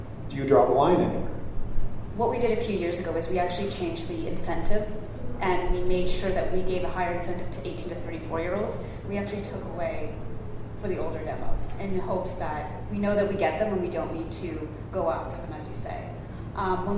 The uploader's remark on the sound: highlights from the Numeris Town Hall at the recent Western Association of Broadcasters' Conference, where those in attendance got to pose some hard questions